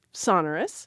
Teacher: I went and looked at the usage note in the American Heritage Dictionary, and they note the historical pronunciation is sonorous, but the stress has bumped up to the first syllable to the extent that by the 1995 survey, 84% of the usage panel preferred the first syllable pronunciation.